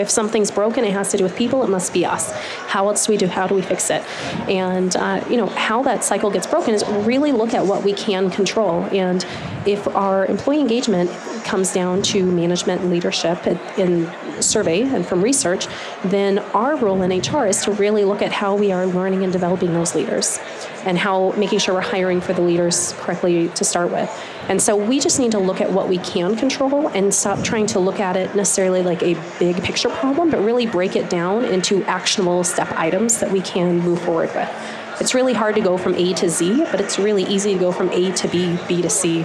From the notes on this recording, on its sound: LIVE from Las Vegas, at #HRTechConf.